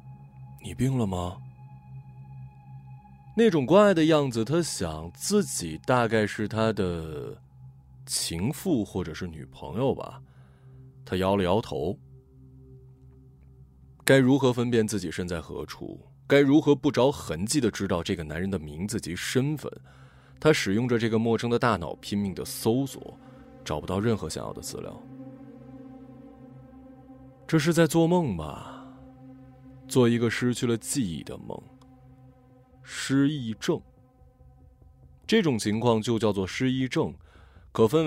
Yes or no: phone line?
no